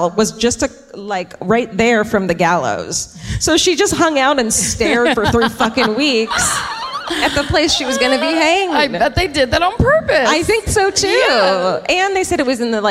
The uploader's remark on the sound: Live at Albert Hall in Manchester